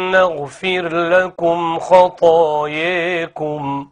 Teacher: نغفر لكم خطاياكم بالإمالة. أملت الألف التي تسبق الكاف